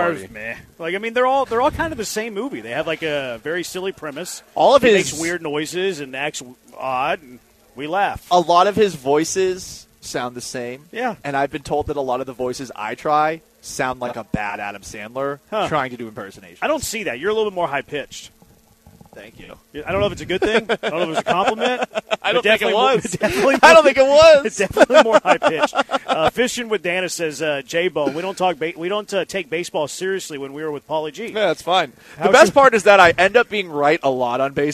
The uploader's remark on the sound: LIVE from Circa Resort & Casino in Las Vegas!